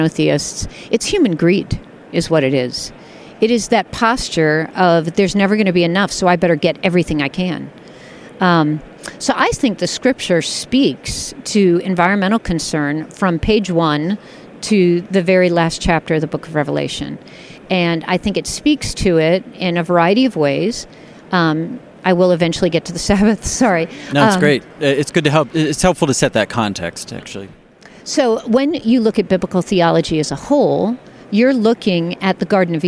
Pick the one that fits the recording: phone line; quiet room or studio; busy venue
busy venue